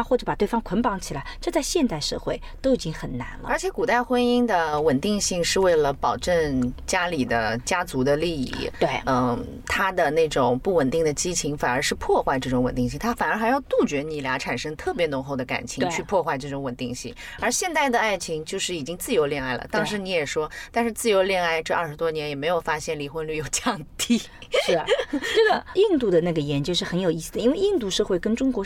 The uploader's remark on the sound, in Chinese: 这期节目是在车内完成录制的，音质居然相当棒了。